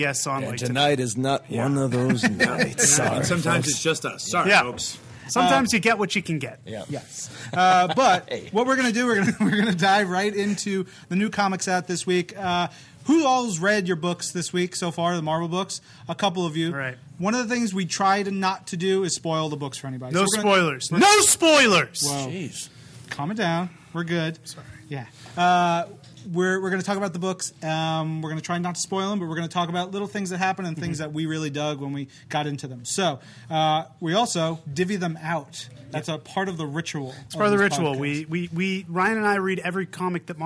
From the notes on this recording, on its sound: Live from Zeus Comics in Dallas, Texas!